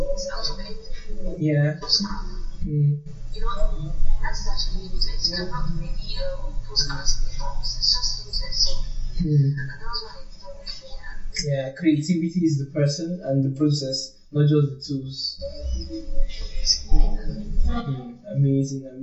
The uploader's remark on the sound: I sincerely apologize for the audio quality today, I am currently relocating and moving to a new apartment, so I am trying to get properly set-up.